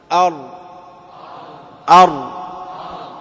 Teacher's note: صفة التكرار هذه موجودة في أصل ذلك الراء